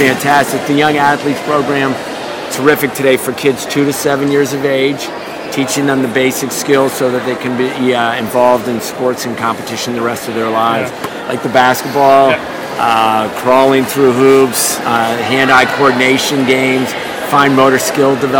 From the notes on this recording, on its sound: Abu Dhabi Daily Show LIVE From Special Olympics World Games 2019. In Abu Dhabi, UAE.